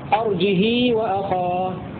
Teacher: خامسا، قرأ ورش والكسائي بدون همزة مع كسر الهاء وصلتان بمقدار حركتين